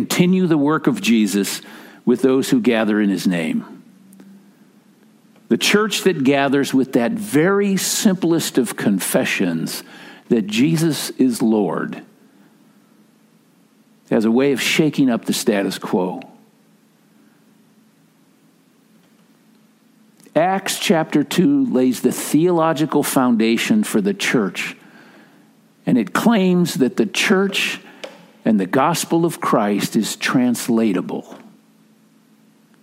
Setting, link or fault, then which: setting, large echoing room